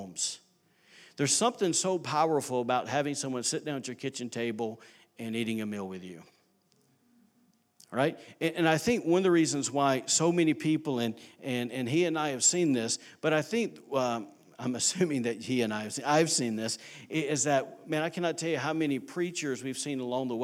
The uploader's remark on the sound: recorded on Sunday, January 6, 2019, during service at The Anchor Church in Rockport, Maine.